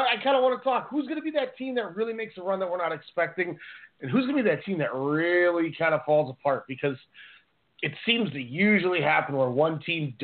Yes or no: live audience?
no